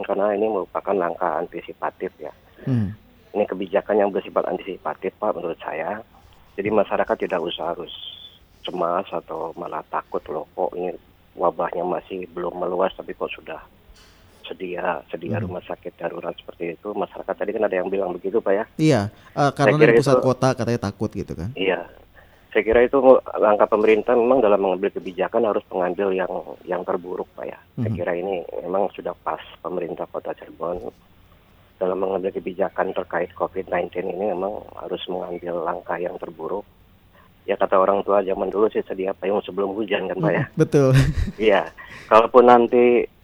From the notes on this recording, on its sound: by Phone